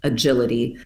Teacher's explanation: The word agility starts with a schwa, agility, but it's also related to the word agile, which starts with an A sound.